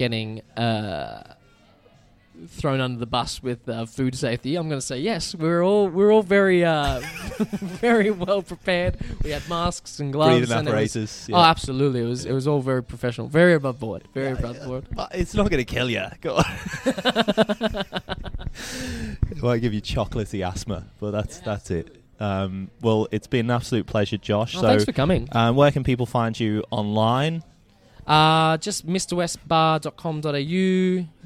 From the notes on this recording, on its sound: The episode was recorded at Mr West in Footscray.